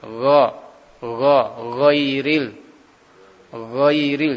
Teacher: go adalah sifat jahr, tidak boleh ada hamasnya, tidak boleh ada hamasnya, suara seperti itu ya, suara ces itu ada huruf gin tidak boleh.